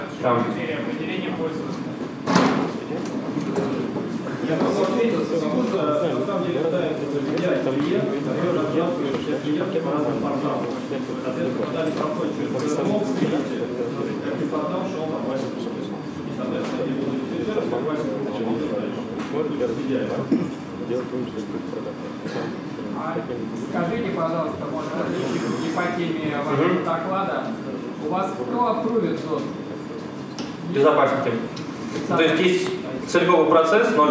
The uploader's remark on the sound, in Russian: ZeroNights 2014 и «Открытая безопасность» представляют аудиозапись докладов с конференции. Workshop 1, Defensive track.